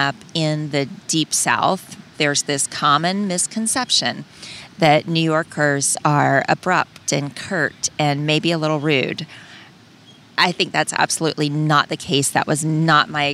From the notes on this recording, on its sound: In this solocast. She recorded this from the beach, and a couple of fun things happened.